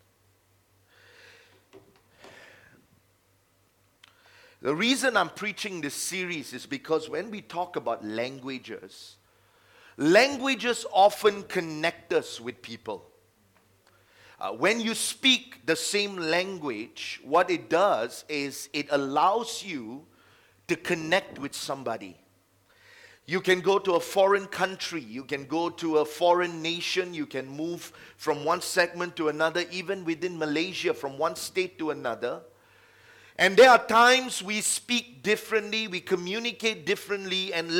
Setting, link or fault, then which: setting, large echoing room